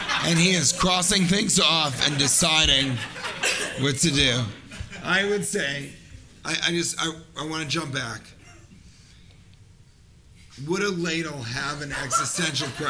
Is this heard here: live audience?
yes